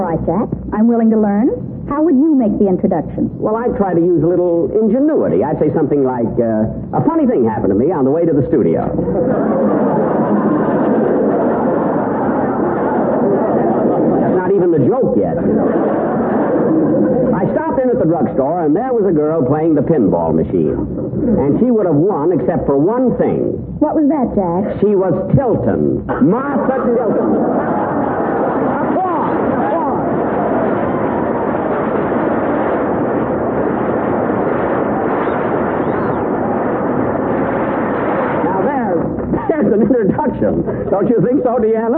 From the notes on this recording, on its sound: Audio isn’t so good.